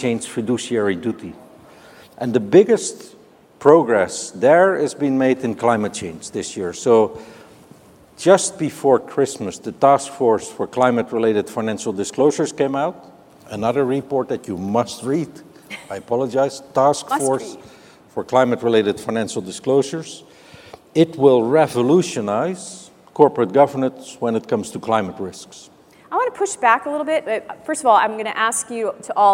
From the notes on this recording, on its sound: The best of live interviews from GreenBiz events